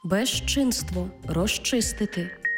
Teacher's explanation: Отож, відбувається уподібнення і «з» плюс «чи» всередині слова читаємо як «жи-чи» – «безчинство», «розчистити».